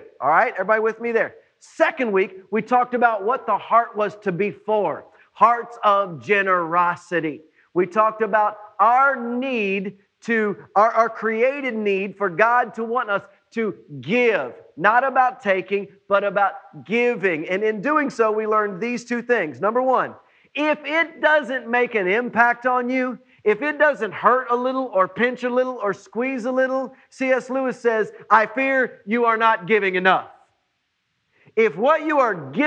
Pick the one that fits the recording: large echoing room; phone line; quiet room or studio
large echoing room